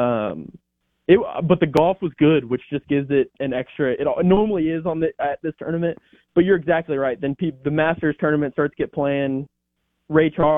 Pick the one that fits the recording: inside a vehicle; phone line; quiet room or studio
phone line